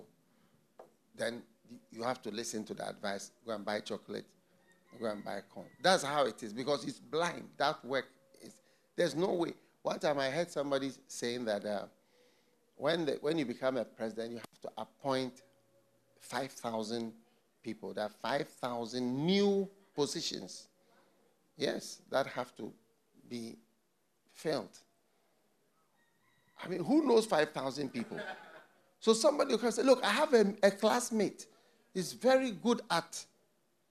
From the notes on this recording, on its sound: Preached at the FLOW Church Service.